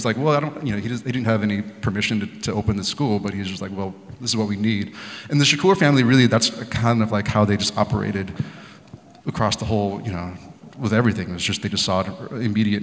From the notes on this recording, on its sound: at the 2023 Portland Book Festival